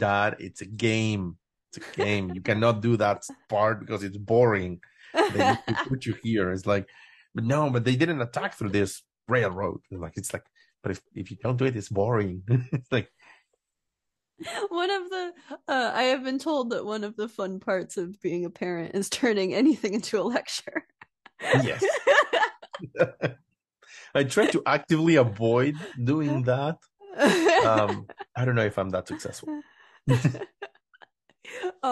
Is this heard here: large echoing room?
no